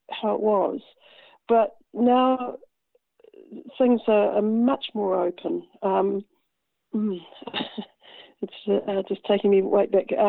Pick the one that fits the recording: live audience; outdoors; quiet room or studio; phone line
phone line